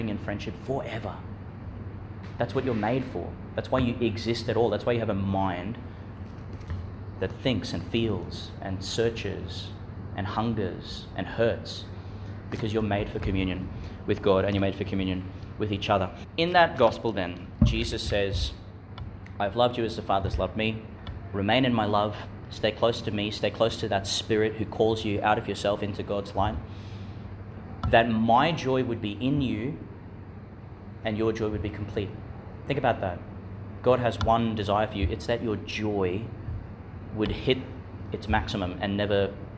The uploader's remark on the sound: Homily for Thursday in the Fifth Week of Eastertide, delivered in the Chanel College Chapel, Gladstone, Qld.